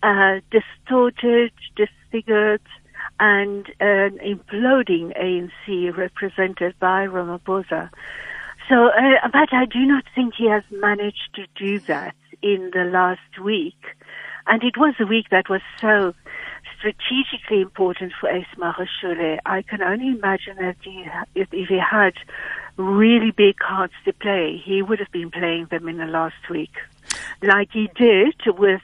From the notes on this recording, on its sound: GUEST [PHONE]